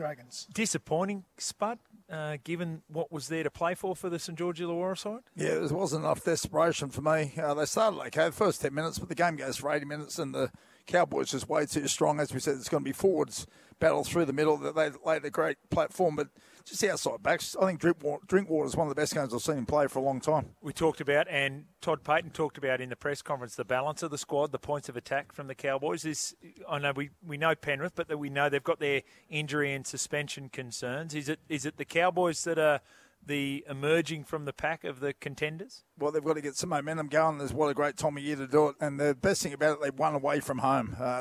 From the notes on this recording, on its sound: Live from Nestrata Jubilee Stadium